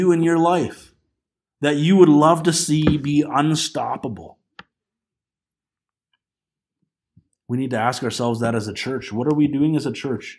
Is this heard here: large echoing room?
yes